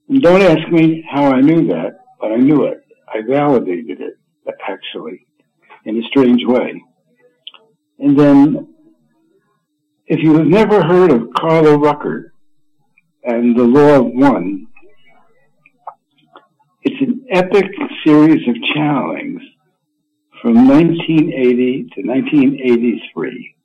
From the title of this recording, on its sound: Conference Call LIVE, June 27, 2022